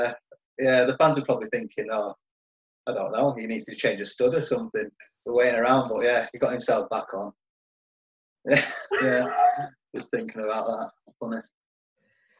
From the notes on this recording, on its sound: Zoom special. In a live video chat.